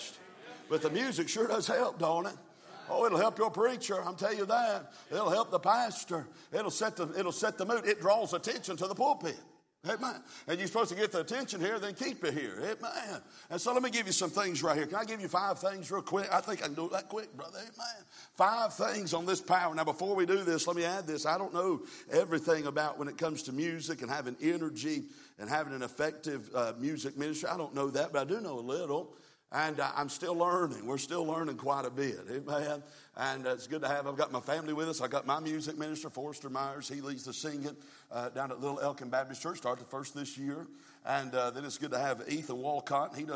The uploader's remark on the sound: from the pulpit of Calvary Baptist Church